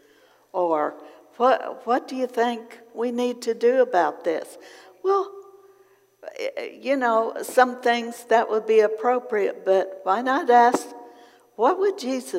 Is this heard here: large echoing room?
yes